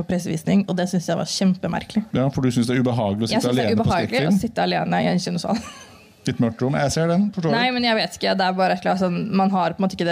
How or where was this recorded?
busy venue